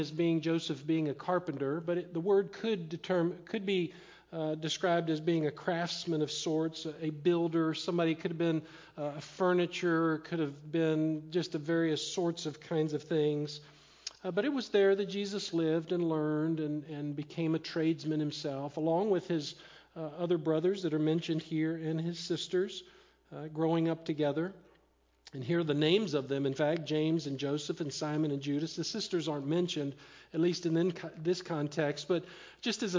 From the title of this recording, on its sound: Live Sermon Stream